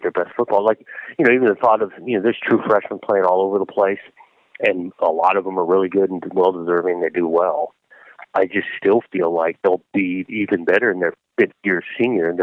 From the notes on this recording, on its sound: got on the phone with Oregon State Head Coach